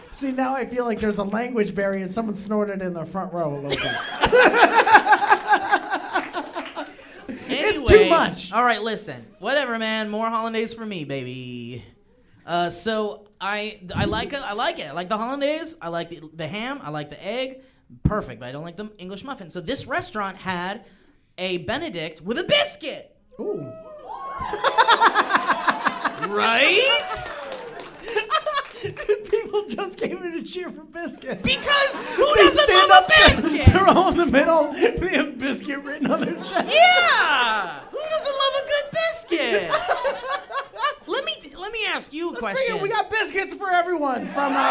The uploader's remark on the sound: This is a live recording from the Open Space Theater LA.